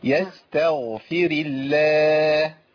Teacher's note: الغين هنا عندي في مرتبة وسطى من مراتب التفخيم